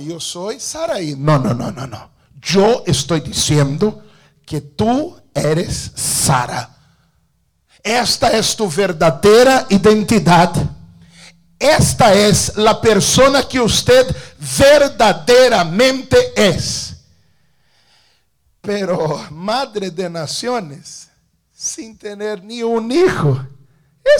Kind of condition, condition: setting, large echoing room